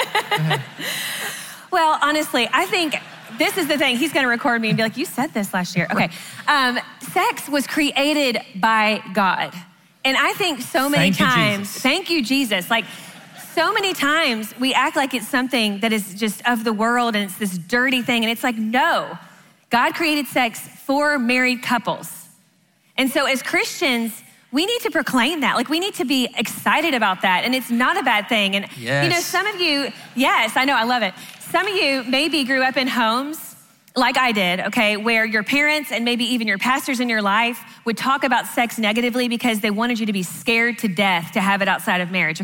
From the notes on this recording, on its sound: answer questions live at the XO Conference 2019